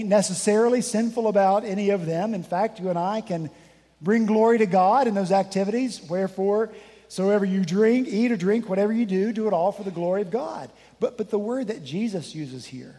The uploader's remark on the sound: This past Sunday, September 10 at Redeemer Presbyterian Church in Charleston, SC. At Redeemer Presbyterian Church in Charleston, SC, many of us braved the coming storm to join with a few other congregations whose buildings were closed due to the storm.